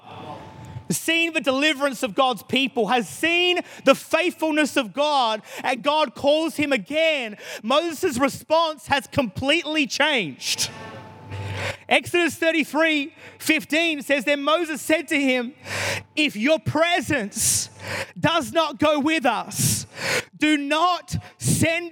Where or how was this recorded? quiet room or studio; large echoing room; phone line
large echoing room